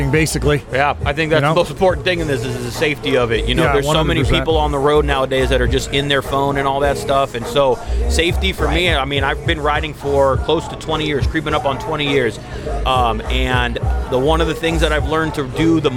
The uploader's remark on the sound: Live from Endless Summer at Ventura Harley Davidson. Unfortunately the rain decided to make an appearance this year and cut the show short.